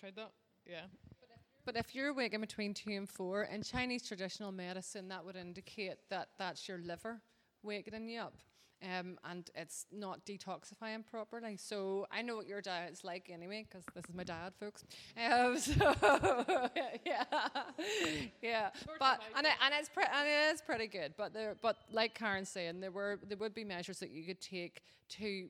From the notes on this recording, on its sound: Live Show. A live audience.